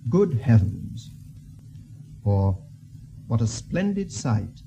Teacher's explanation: All these types of sentences are said with the tune we've been discussing, high on the first stressed syllable and falling in steps to the last stressed syllable, which dives deep down. We'll call it the glide down because that's what it does.